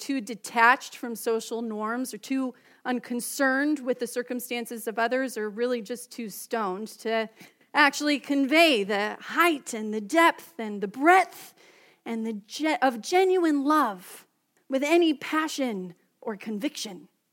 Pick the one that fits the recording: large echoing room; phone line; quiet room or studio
large echoing room